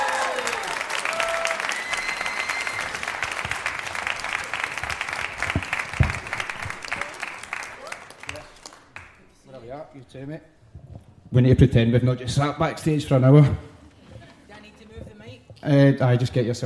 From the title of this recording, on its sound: Live at St Luke’s